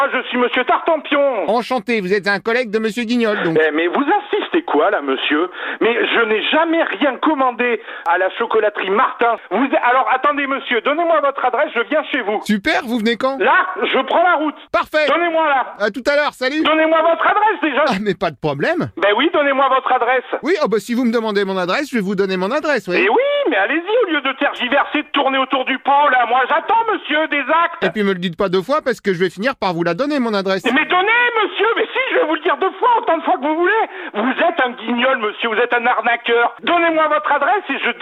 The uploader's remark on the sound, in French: L’appel trop con de Rire & Chansons